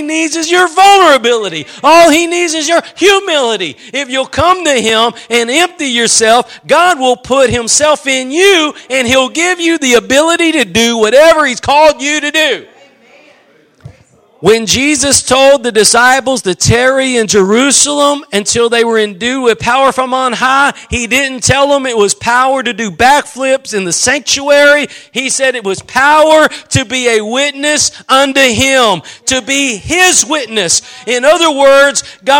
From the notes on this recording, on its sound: Preached at Gospel Lighthouse in Bossier City, La.